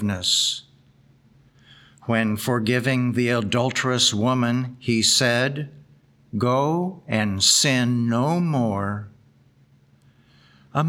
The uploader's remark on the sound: The Sunday service audio from October 29th, 2023